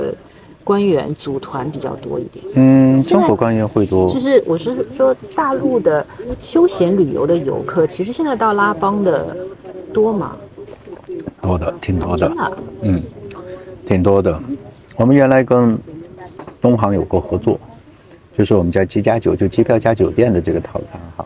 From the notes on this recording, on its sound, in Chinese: 这是《稚园稚造》第一次在户外聊天，大疆“小蜜蜂”收音效果有限，但主体声音还是清楚的。背景里有咖啡机研磨的声音，有周边三三两两的聊天，也有山脚下湄公河上突突驶过的大小游船。所有的声音在收音器材中都被同比放大了。